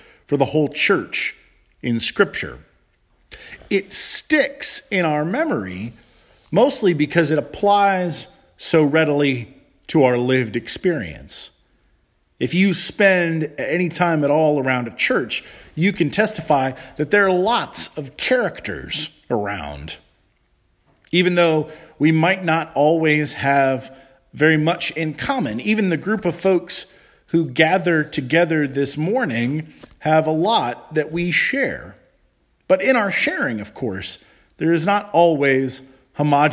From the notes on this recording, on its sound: Charles Anglican Cathedral, Bremerton, Washington.